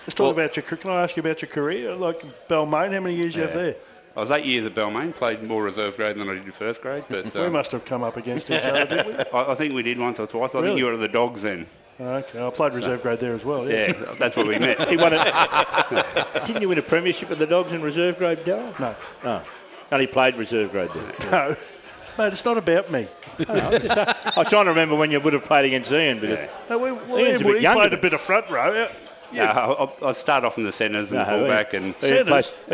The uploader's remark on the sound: broadcast live from Wenty Leagues